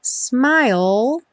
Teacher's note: a gente termina o som dela com o L lá no céu da boca